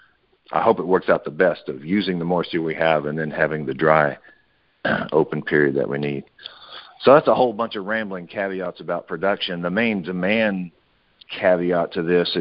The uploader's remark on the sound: Monthly Conference Call